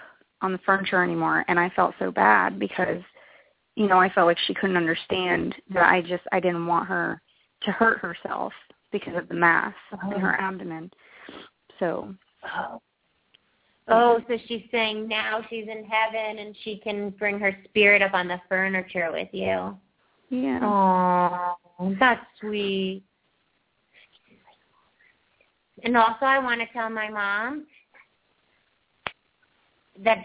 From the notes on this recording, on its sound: open up the lines for listeners to call